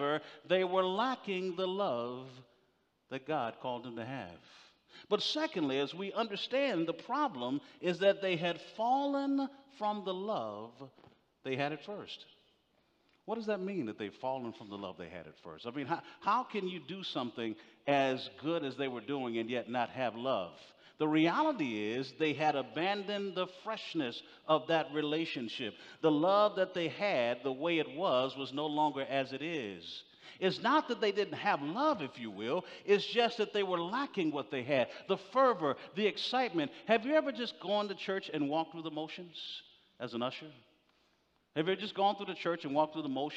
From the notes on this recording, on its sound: General Session IX from the 2023 Shepherds 360 Conference